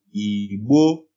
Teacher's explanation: So it's a low tone, high tone, right?